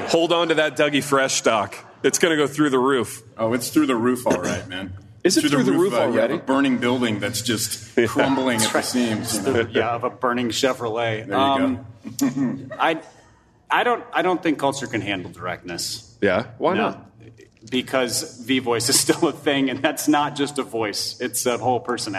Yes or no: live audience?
yes